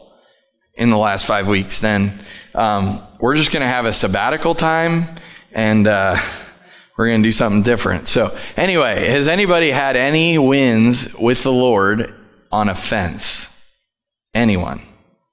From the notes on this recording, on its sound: Live from The Summit Church in Dover, OH